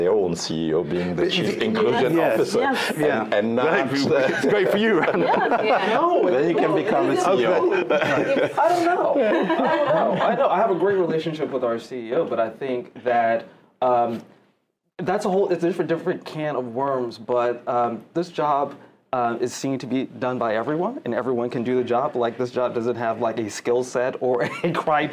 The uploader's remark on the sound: This is the full audio from a panel discussion at the Sustainable Development Impact Meetings 2023 held September 20.